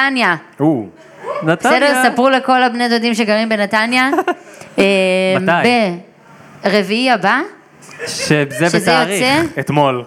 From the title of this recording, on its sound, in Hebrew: פודקאסט לייב!